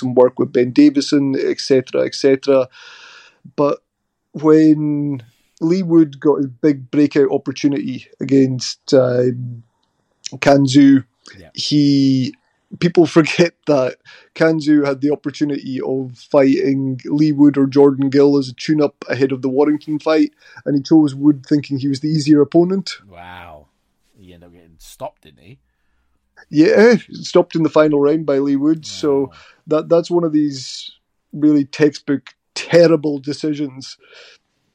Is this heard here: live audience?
no